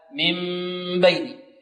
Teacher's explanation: إذن النون أولا تنقلب النون ميما، ثانيا نخفي الميم بغنة، غنة كاملة